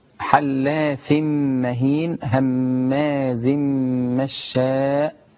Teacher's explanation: حلاف مهين هماز مشاء، ده مد متصل أربع حركات